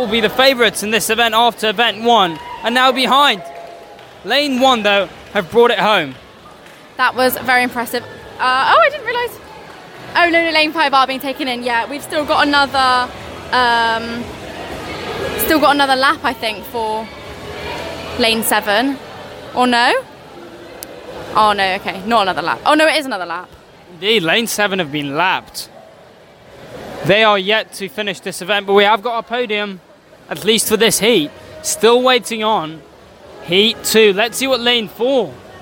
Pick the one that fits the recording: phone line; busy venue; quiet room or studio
busy venue